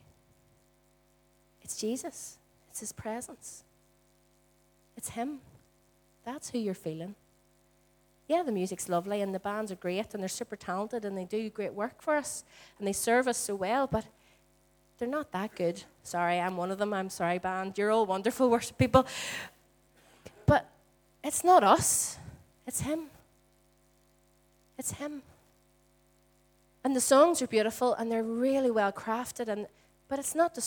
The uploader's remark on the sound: Recorded at our Storehouse Venue on 22/04/18.